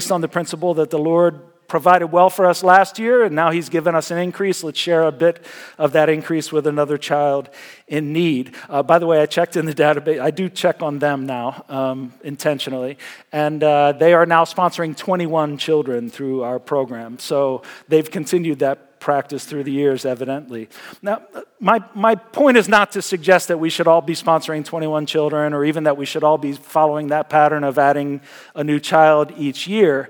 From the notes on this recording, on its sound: Message Preached at Valley Creek Church